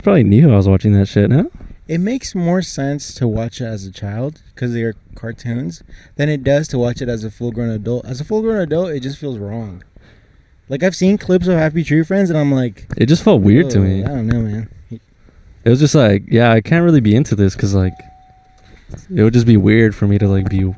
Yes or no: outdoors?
yes